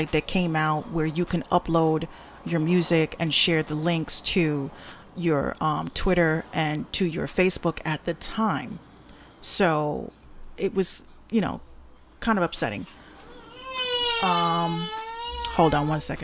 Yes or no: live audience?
no